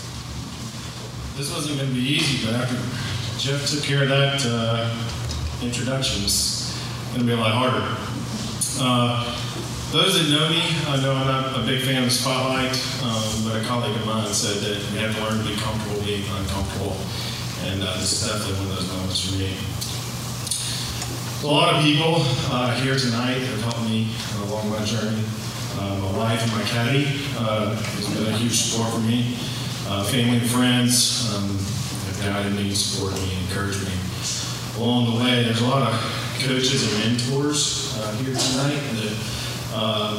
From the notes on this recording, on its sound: Live at the Limestone County Sports Hall of Fame Induction Ceremonies